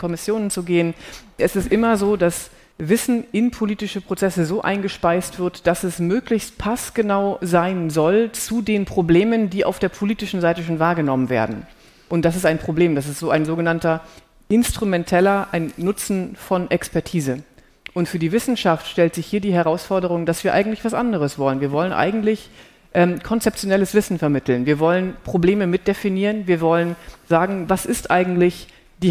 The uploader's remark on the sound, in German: Sie hören Auszüge aus der Podiumsdiskussion.